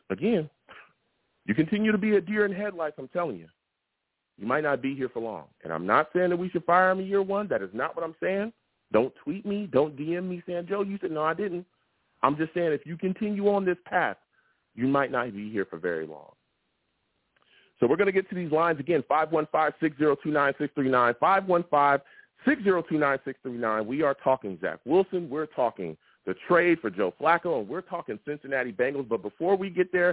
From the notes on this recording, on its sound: I also take live callers!